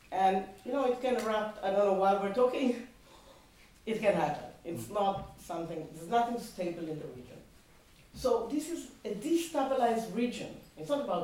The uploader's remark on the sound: In the second seminar in the Hilary Term series. Once again, the lecture theatre was filled to overflow and generated extensive exchange between the audience and the speaker.